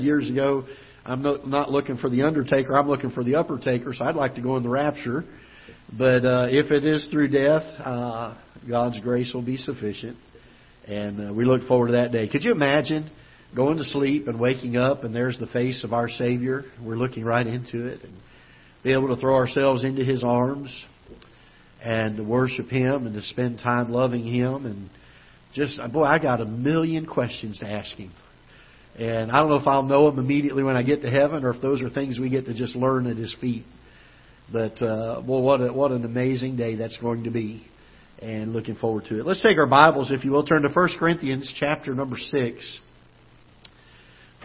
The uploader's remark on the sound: Ketha Heights Baptist Church ~ Live Broadcast